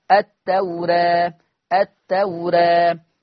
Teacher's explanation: التوراة الألف مقللة قولا واحدا